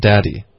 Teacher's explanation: 我们要记得主要的重音是在 dad 的这个音节